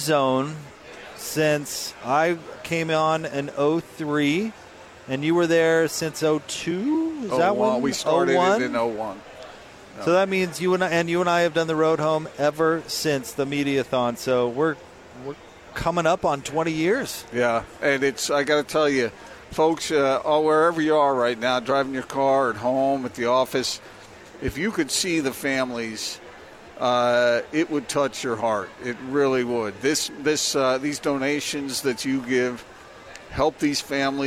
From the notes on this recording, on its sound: LIVE at The Road Home mediathon